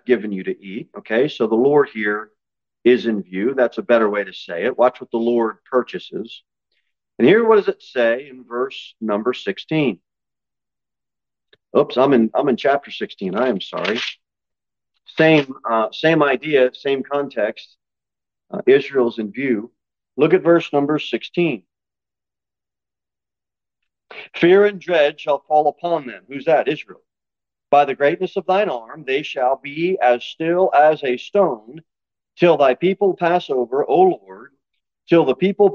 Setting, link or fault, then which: setting, large echoing room